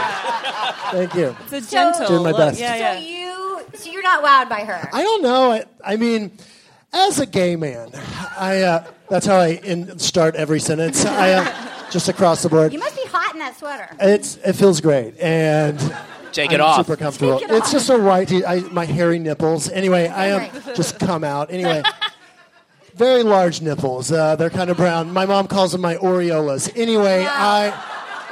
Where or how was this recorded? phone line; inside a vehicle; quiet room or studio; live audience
live audience